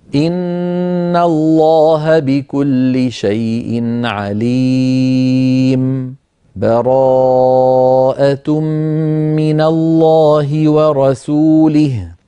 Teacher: واحد من هذه الأوجه هو السكت، أن يسكت على آخر الأنفال ثم بسكتة لطيفة ثم يبدأ بالتوبة هكذا: إن الله بكل شيء عليم، براءة من الله ورسوله، سكتة لطيفة من غير تنفس.